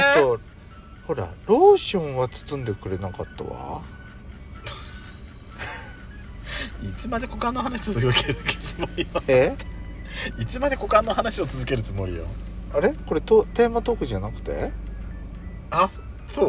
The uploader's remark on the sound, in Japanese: パーキング収録